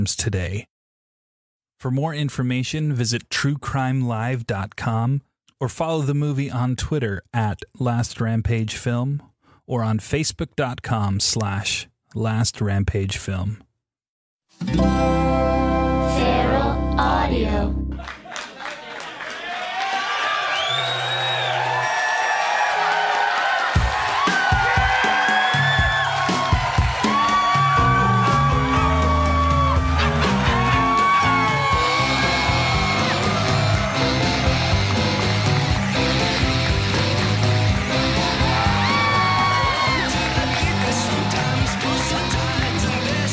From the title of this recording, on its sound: LIVE from Austin, TX